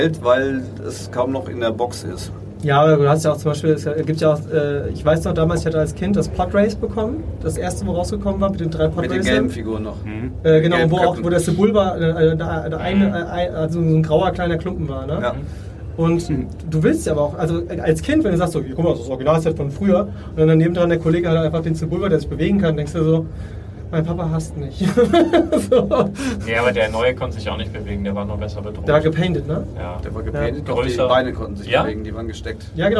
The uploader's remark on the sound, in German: Definitiv keine Folge für die Tonfetischisten oder Mehrwert affinen Hörer unter Euch. Eine fuchsteufelswilde Live Aufnahme von der Gamescom. Aufgenommen in einem Aquarium aus Glas.